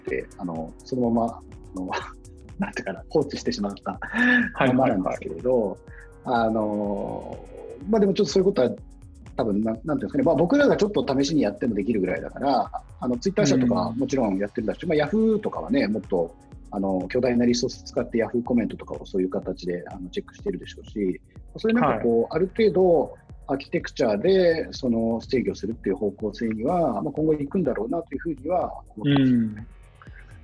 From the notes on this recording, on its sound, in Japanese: 収録はzoomを活用して遠隔で行いました。音声が聞きづらい部分がある点、ご了承ください。